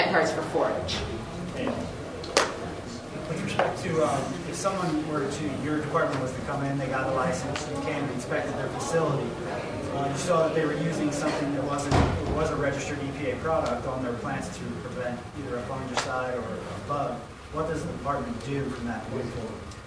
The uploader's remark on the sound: The audio from the Helena Montana Medical Growers Assocation Cannabis Symposium that I went.